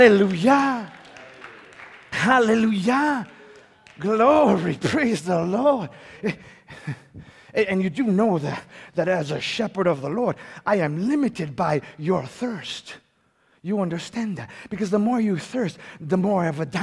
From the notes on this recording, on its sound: A moment of history in the Litchfield town's most historic church. Preached for the first time as the congregation’s spiritual leader.